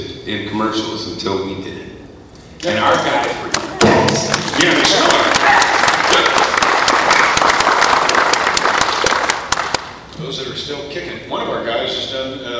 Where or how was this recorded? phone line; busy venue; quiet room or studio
busy venue